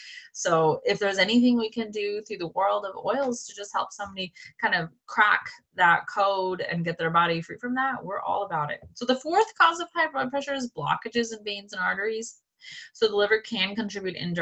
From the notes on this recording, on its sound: One of the last Zoom calls made in the old house before we moved to the farm!